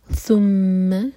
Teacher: ثا کے لیے ہماری زبان اوپر والے دانتوں کو ٹچ کرے گی اور تھوڑی سی ٹپ باہر ہوگی اس کو سین کا ساؤنڈ نہیں دینا اس کے بعد میم